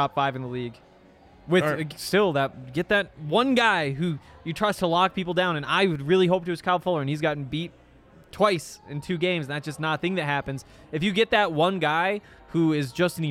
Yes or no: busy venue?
yes